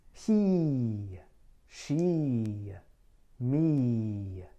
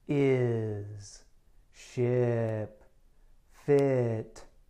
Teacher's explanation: To make E, I have to use more tension. · Shown in: first take · Term: tense vowel · IPA: /i/